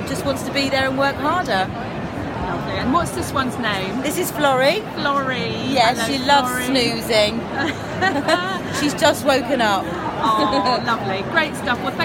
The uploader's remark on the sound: visited the CIPD Festival of Work 2019